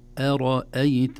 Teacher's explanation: أرأيت همزة مرققة ثم راء مفخمة ثم همزة مرققة